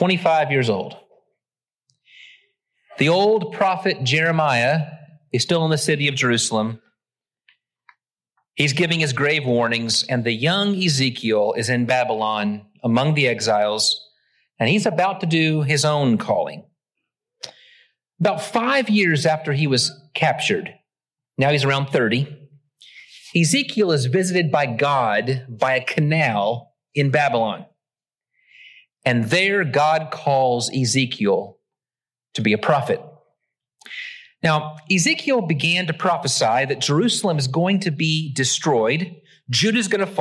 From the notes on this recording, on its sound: Originally preached at the West Side Church of Christ (Searcy, AR) on June 11, 2023.